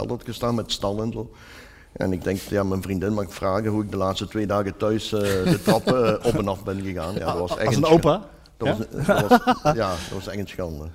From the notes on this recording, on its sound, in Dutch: Live in het Parktheater in Eindhoven. Je hoort een registratie daarvan.